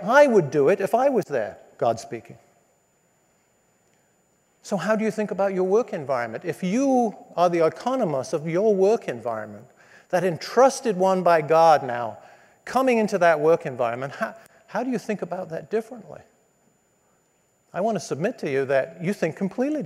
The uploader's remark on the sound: spoke to business students at the Believers in Business MBA Conference at Redeemer Presbyterian Church in New York City